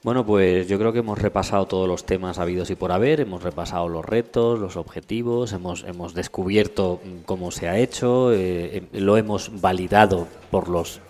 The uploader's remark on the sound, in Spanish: El patio del Parador de Jarandilla de la Vera fue el escenario de este programa de radio-podcast en directo